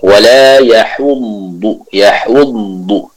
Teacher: Kita baca dengan tebal, dengan menyempurnakan pengucapan huruf dhad dengan suara yang dialirkan.